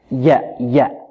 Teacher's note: الياء تخرج من ماذا؟ من وسط اللسان مع وسط الحنك الأعلى أو ما يقابله من الحنك الأعلى، ياء ياء. البعض يقول والذين